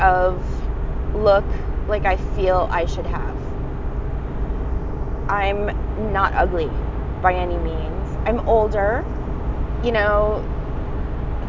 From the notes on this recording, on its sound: Apologies for the background noise, I was driving.